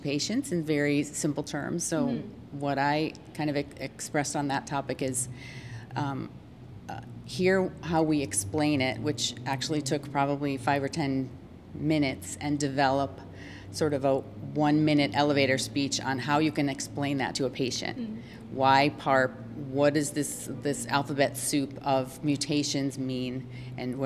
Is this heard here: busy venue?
yes